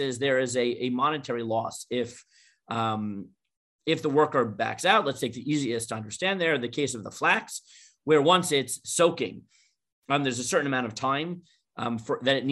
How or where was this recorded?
video call